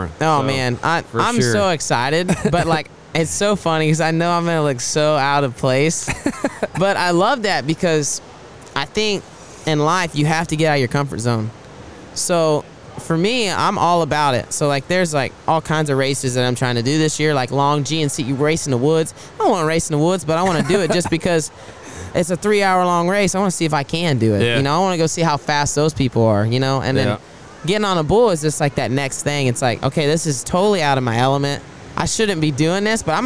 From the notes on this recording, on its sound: Today we are coming to you from the NRG Center at RodeoHouston and we are lucky to be in the Lane Frost Brand booth for today’s episode of the podcast.